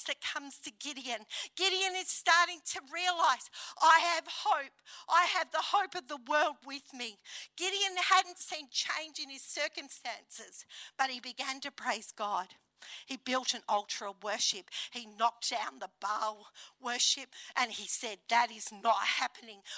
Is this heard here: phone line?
no